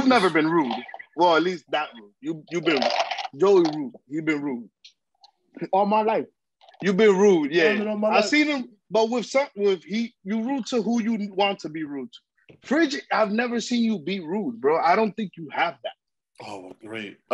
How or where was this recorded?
video call